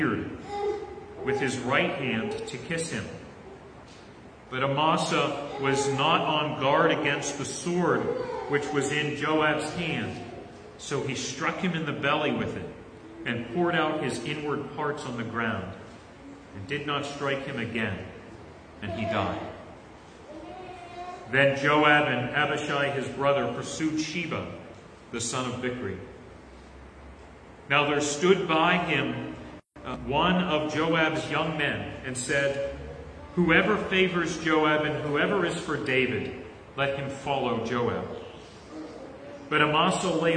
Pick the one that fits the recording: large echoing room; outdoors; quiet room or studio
large echoing room